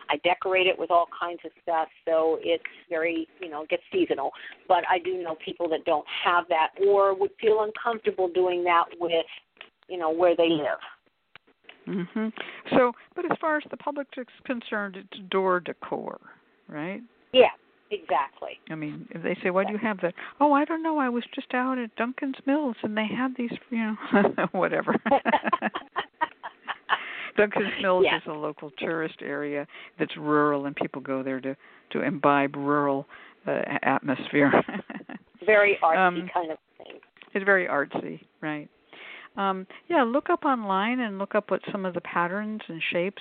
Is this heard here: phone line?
yes